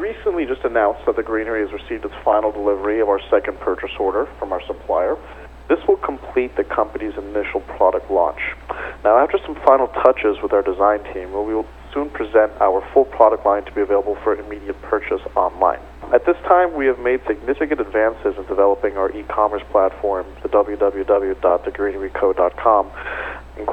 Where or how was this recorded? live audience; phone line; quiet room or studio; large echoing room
phone line